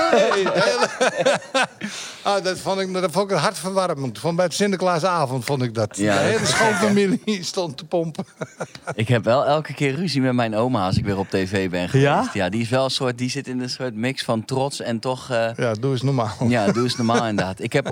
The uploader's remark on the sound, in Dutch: tijdens de extra editie van De Vrienden van Amstel LIVE